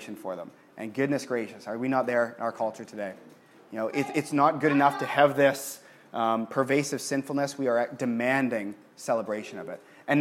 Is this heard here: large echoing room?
yes